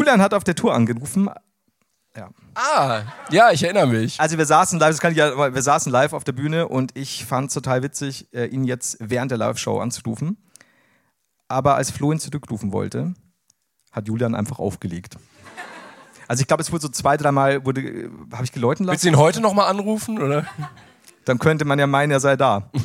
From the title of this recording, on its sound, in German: LIVE in München